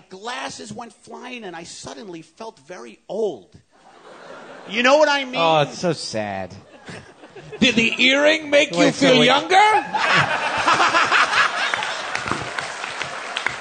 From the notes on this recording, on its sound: WTF hits the Pacific Northwest with a live show at Bumbershoot, the annual music and arts festival in Seattle.